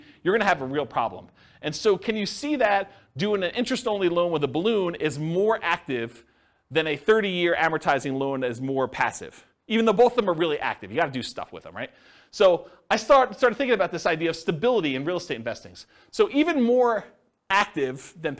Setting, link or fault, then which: setting, live audience